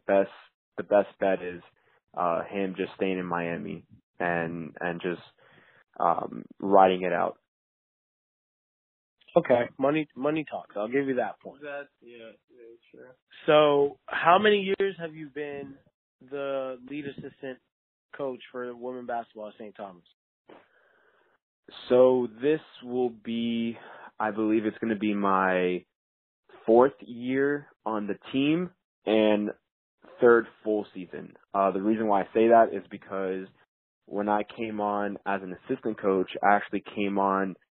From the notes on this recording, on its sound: A phone interview.